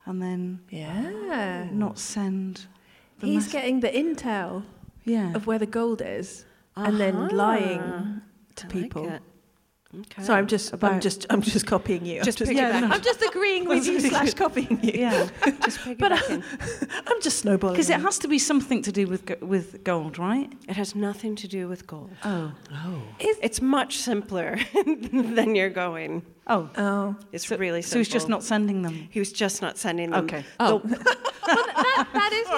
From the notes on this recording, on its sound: The Drunk Women continue their Edinburgh odyssey, as they bring to you this gem recorded at the Fringe in 2023.